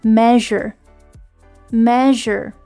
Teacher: you see the S here, but it's not a sh sound, it's actually a z sound